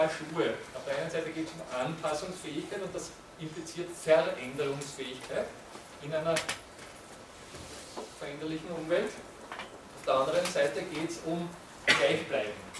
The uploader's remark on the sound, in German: Diese Vorlesung wurde von Studierenden aufgenommen